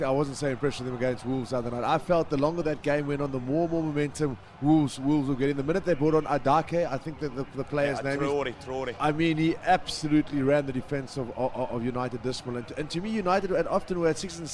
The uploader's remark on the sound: From our original home, Barasti.